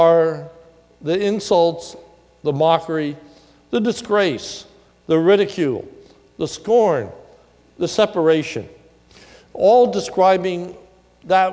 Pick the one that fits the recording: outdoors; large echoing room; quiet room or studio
large echoing room